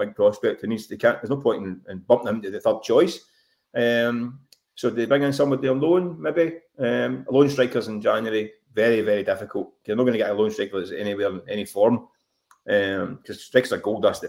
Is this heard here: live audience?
no